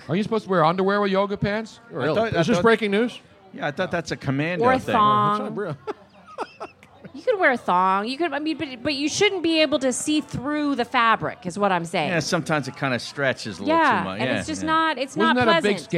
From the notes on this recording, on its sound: LIVE from the JughandleInn. A very special 2yr anniversary show at the Jughandle Inn in Cinnaminson, NJ.